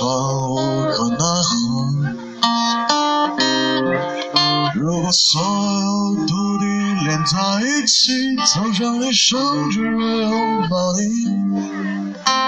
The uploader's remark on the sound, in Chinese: 街边偶遇唱歌很好听的男声，很好听，但是，原谅我渣渣的音质